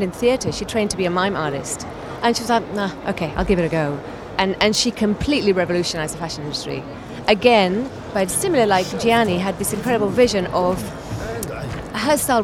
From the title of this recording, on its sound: Live From SIBF 2023